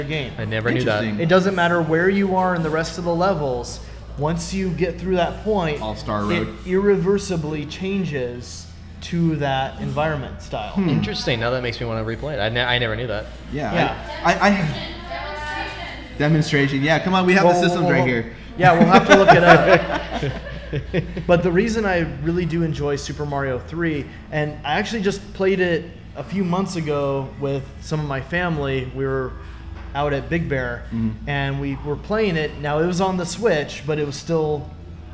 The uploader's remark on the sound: LIVE SHOW recorded 6/10/19. Retro Game Night goes LIVE!